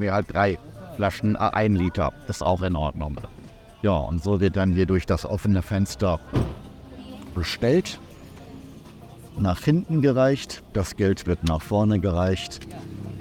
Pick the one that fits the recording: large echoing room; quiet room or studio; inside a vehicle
inside a vehicle